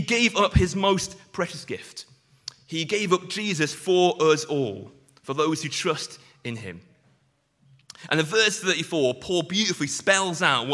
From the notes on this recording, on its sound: Sunday morning sermon preached